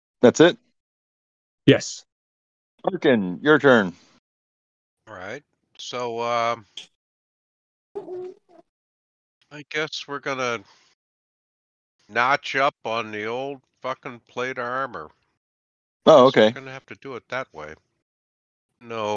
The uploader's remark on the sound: Excuse the bad recording, two of us were on the road.